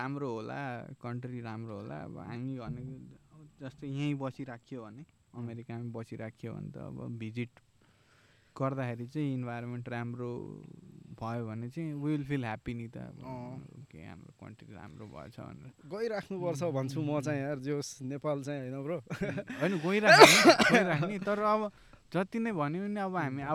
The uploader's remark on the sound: This is the first episode of the podcast where we shot outdoors